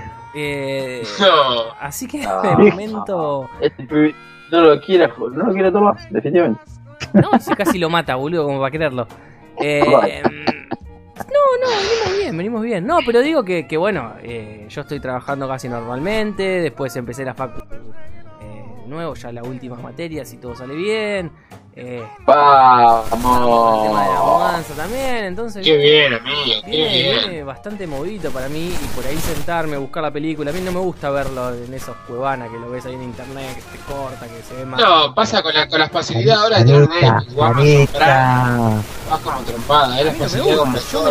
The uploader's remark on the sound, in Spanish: En este episodio tuvimos tantos inconvenientes con el sonido que, por un momento, nos dio la sensación de estar grabando en el ojo de un huracán.